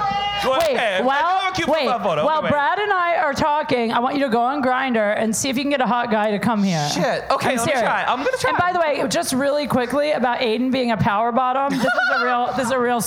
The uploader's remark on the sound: DateFails LIVE at Saint Rocke.